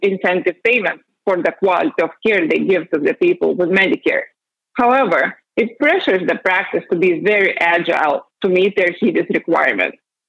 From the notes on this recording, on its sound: Progressive Care Conference Call May 2022.